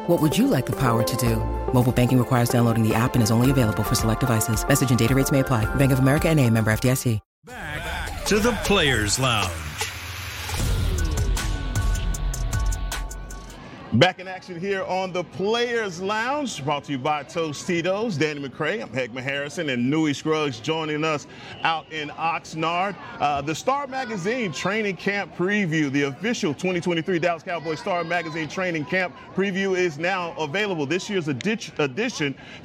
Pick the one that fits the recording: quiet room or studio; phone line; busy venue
busy venue